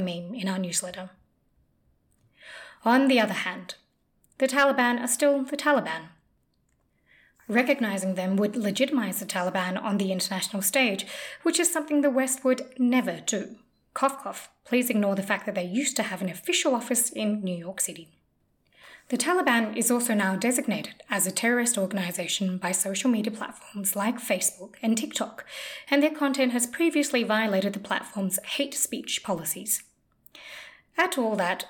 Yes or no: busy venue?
no